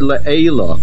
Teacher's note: The word le'ela is mil'el. The main accent is on the ayin.